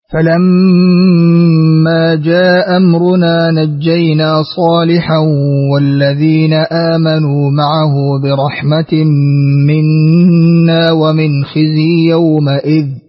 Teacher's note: قرأت لقالون أسقطت الهمزة الأولى وقصرت